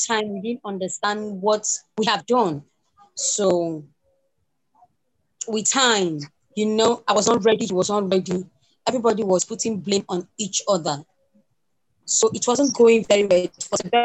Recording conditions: video call